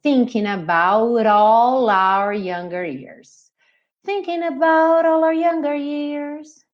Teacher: O about, como termina com T, ele faz rarara.